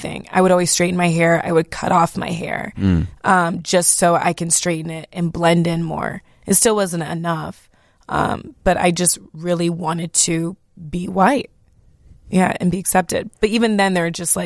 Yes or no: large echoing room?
no